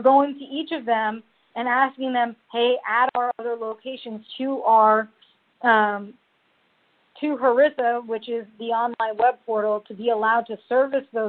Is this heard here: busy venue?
no